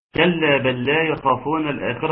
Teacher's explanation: انتوا قلتوا لام ساكنة مظهرة، وانا لا ارى لام ساكنة مظهرة ابدا، ولكني ارى لام مدغمة، لام ساكنة يتم الادغام بتاعها، اذا لام ساكنة مدغمة في اللام اللي بعدها